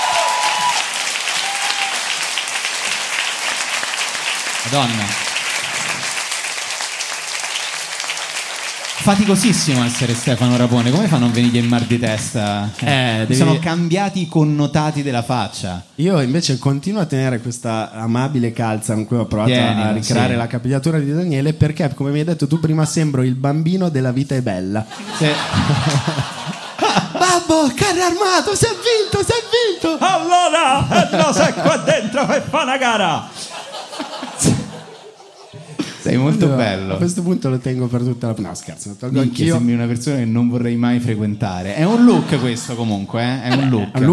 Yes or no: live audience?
yes